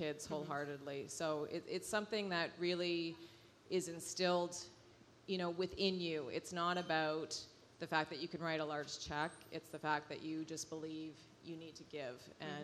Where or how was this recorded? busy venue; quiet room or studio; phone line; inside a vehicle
busy venue